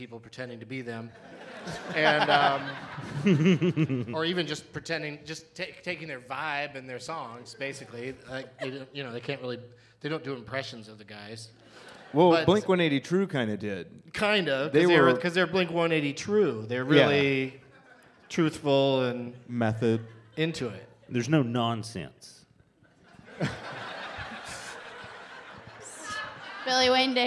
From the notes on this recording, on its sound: Live from Hilarities in Cleveland.